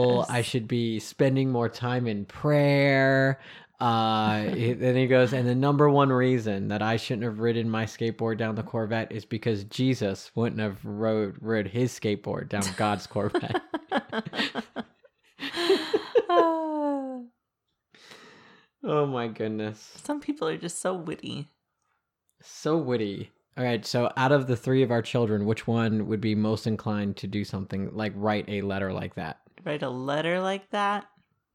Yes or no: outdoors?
no